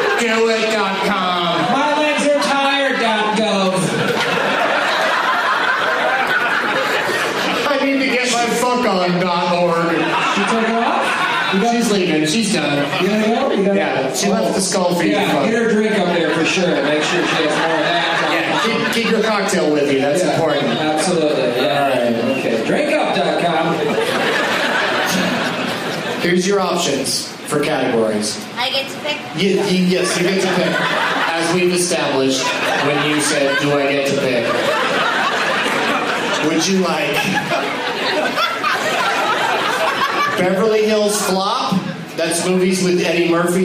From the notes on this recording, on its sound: from two shows at Stand-Up Live in Phoenix, AZ